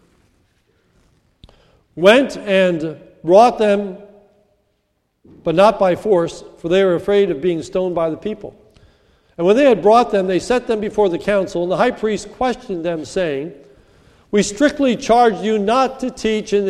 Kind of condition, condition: setting, large echoing room